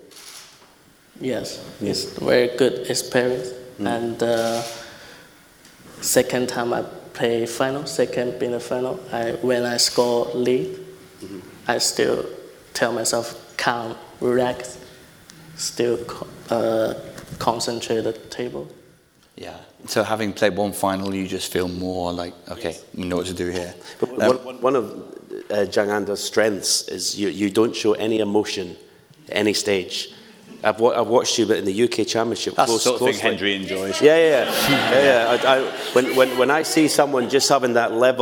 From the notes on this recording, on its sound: Snooker Club LIVE at Ally Pally. In front of a live audience at Alexandra Palace on the eve of the 2024 MrQ Masters! We also have questions from the audience.